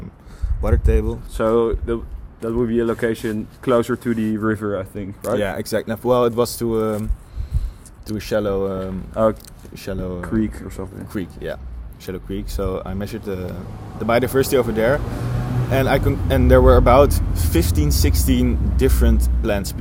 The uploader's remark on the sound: we did this outside, so you might hear cars passing